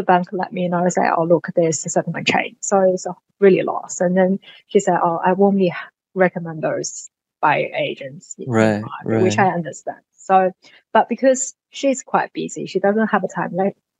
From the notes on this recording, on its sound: questions & answers from a bright zoom room of Accountants